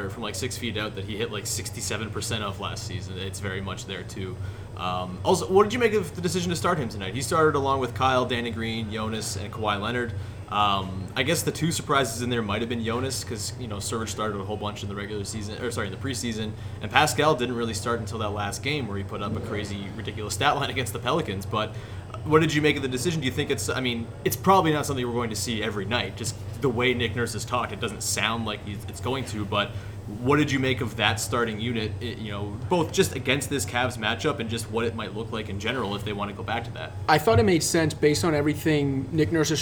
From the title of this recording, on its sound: Live! From the Home Opener